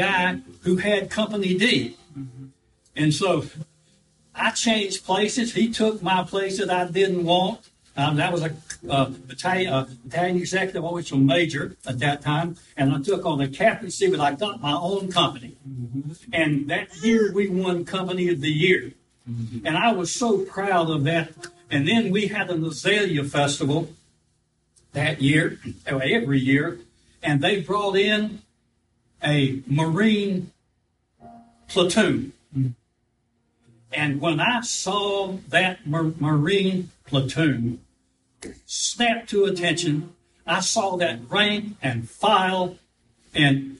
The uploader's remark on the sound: live service